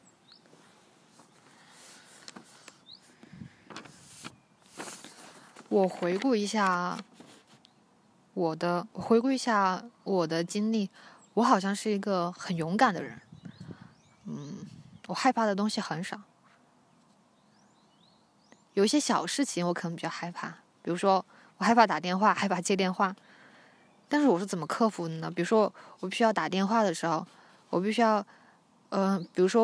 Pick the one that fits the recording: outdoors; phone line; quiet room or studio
outdoors